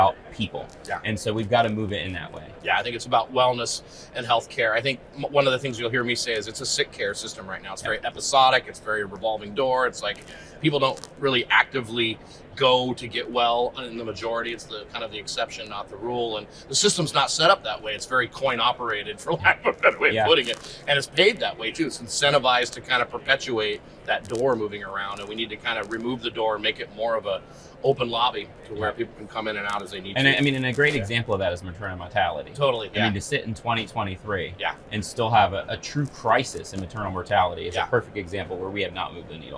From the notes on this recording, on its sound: at the HIMSS conference